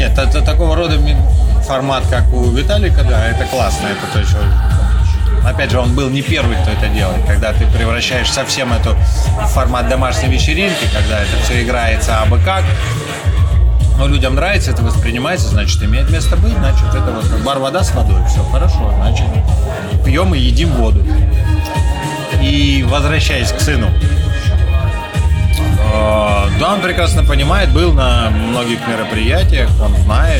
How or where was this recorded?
busy venue